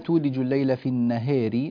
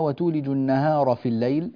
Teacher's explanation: في النهار هنا تقلل الهاء والألف التي بعدها · Shown in: first take · بينما وتولج النهار في الليل لا يوجد هنا إلا الفتح، والسبب في ذلك أن الراء في كلمة النهار مكسورة فالتقليل جاء لأجل هذه الكسرة، أما الراء في النهار فمفتوحة فلا يأتي معها التقليل.